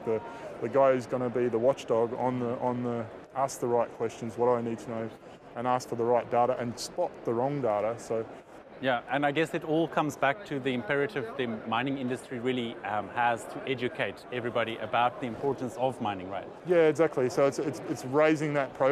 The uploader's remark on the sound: This week's podcast features interviews from the Vancouver Resource Investment Conference.